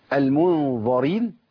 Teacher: الغنه عندي هنا مفخمه طبعا للظاء. مو ظا.